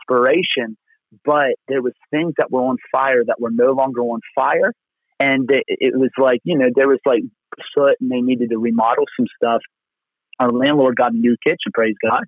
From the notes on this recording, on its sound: Location: Phone. Location: Phone.